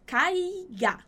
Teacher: Uma boa ênfase aí nesse I que você tem aí pra falar essa palavra.